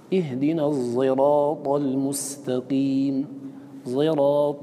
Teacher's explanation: قال منه ومن بينهما تبين، هذا بيان المخرج العاشر، منه أي من طرف اللسان، من بينهما أي من بين الثنايا، لكن لا يخرج طرف اللسان، يبقى داخلا قليلا، أص أص أز أس أس أز أز أص. جئتكم بحرف الصاد المشمات صوت الزاي